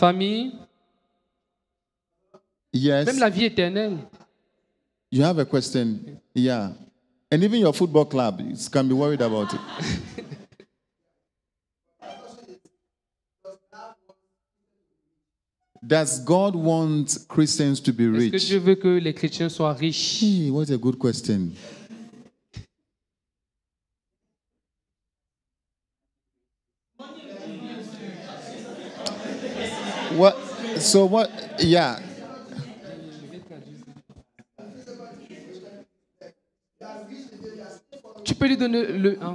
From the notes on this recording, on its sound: Preached during Joyful Hour Sunday Service at FCI ministries